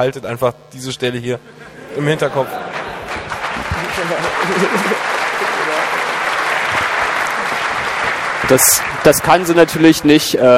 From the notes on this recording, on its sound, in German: Das Literarische Code-Quartett (21c3). Auf der Bühne mit Publikum.